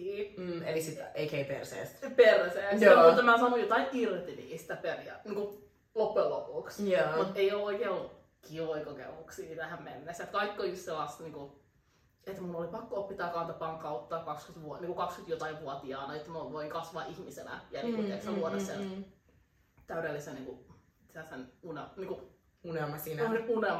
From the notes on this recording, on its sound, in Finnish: Tervetuloa meidän aamuyön keskusteluihin, raaka audio